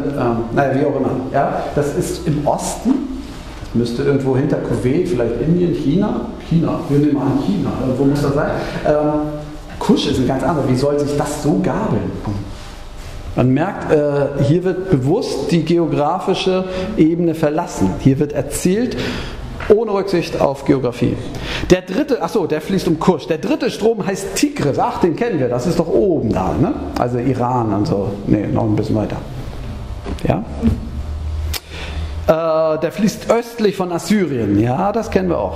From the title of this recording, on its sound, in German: Gottesdienst-Predigt